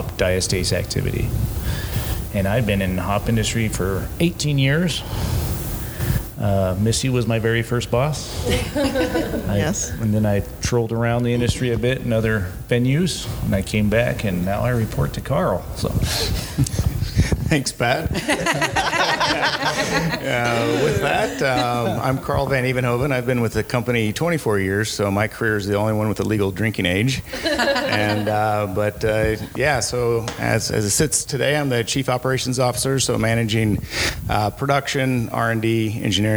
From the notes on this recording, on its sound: We're LIVE at the 18th Annual Hop & Brew School. Live From Hop & Brew School. We're LIVE at the 18th Annual Hop & Brew School , hosted by Yakima Chief Hops (YCH)!